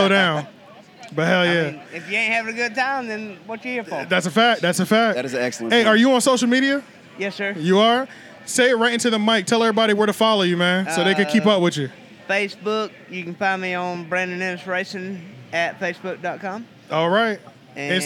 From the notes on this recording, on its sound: we had the pleasure to host a Live podcast at their tailgate event